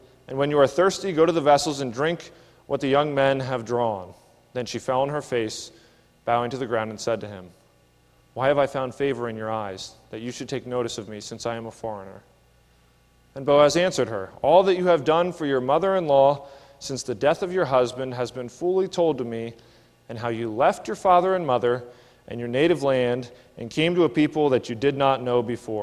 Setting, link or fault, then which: setting, large echoing room